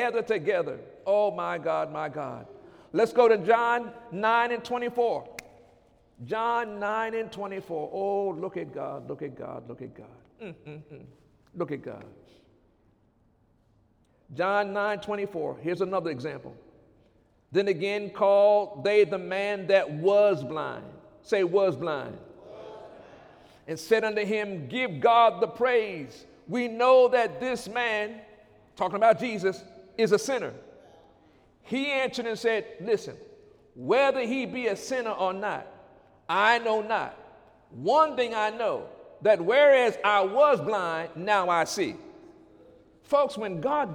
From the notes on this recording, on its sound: During Sunday morning service.